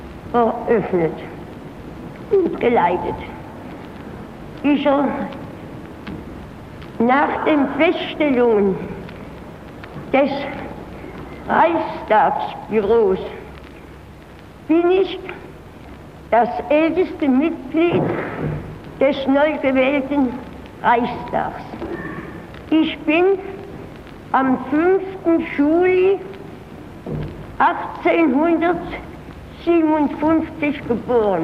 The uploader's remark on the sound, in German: Der Mitschnitt beginnt mit Geräuschen und Atmo aus dem Parlament.